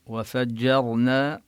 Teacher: وفجرنا كذلك ننتبه لحرف الجيم وهنا الراء مفخمة، وفجرنا نفخم الراء ونمد المد الطبيعية